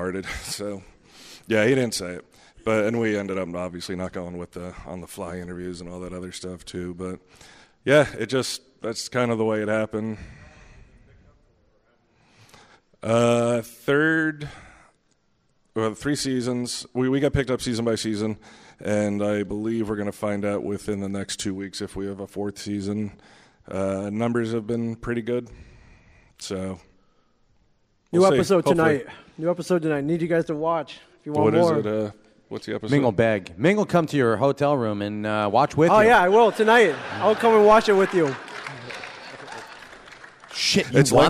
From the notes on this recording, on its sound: The Comic Book Men Megacon 2014 Panel.